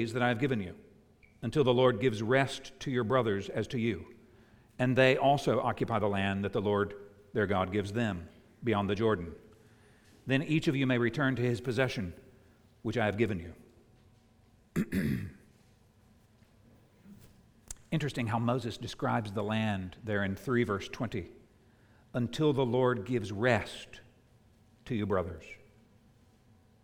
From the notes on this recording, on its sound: preached at the United Christian Church of Dubai